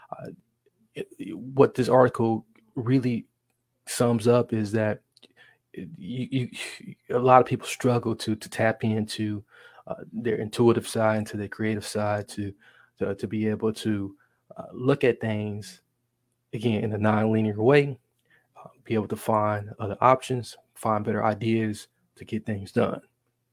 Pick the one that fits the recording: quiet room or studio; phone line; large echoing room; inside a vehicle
quiet room or studio